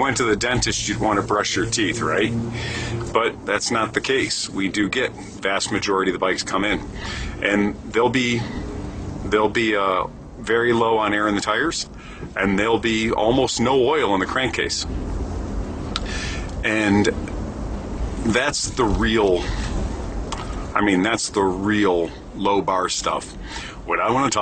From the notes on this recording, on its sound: Recorded in my truck on the road, so quality is poor. No video for this one as it was recorded while making bike deliveries to our customers.